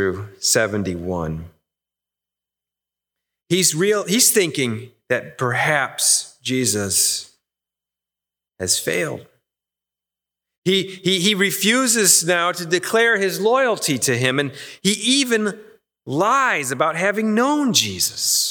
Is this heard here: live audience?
yes